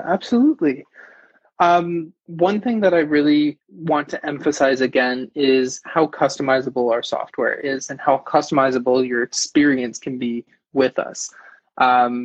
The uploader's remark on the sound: I was delighted to get the opportunity to interview this entrepreneur who took time from his busy schedule to interview live on IG.